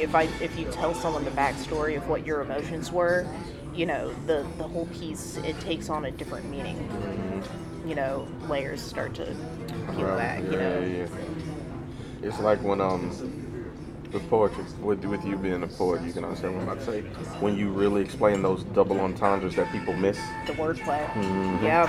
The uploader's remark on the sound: on location at a restaurant!